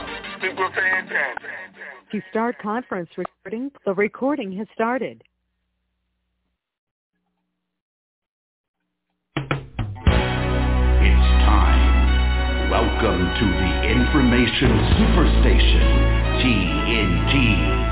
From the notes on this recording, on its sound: TNTSuperfantastic Conference Call